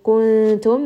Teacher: this is going to be ikhfa, nun sakin followed by the letter ta. So we are going to hide this within the makhraj of the next letter.